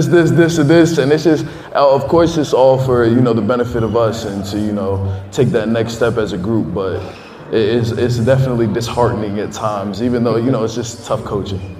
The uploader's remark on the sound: Huge shoutout to Champs Downtown for the helping us host this live show! Thank you to everyone who made it to the event!